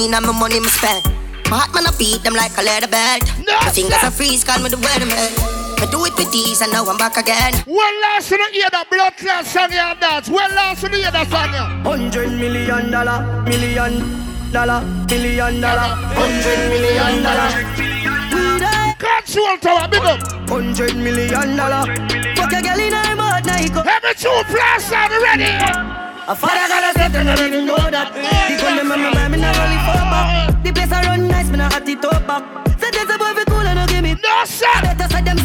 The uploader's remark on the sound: LIVE AT STRIPPER FEST NOV.10TH 2023